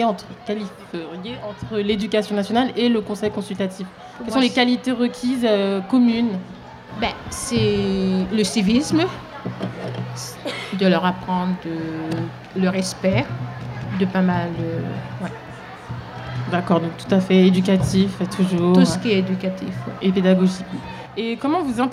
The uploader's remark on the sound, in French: Fête de quartier du Champy Noisy-le-Grand. Une émission enregistrée en public. À l'occasion de la Fête de quartier du Champy à Noisy-le-Grand.